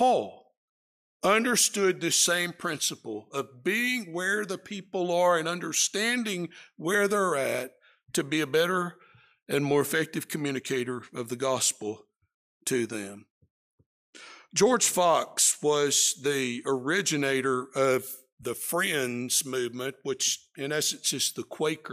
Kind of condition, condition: setting, large echoing room